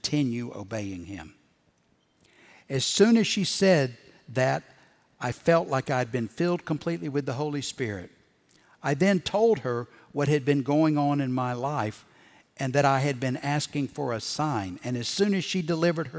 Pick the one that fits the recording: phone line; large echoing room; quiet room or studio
large echoing room